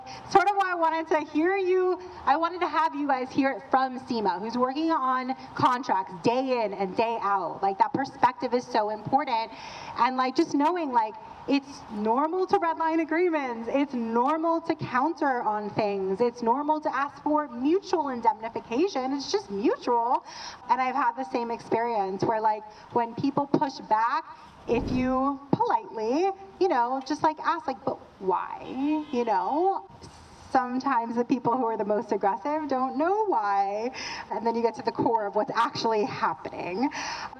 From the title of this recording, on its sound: Live from our LA Meetup